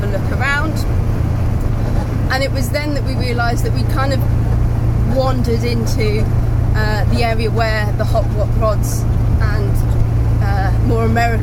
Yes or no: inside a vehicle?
yes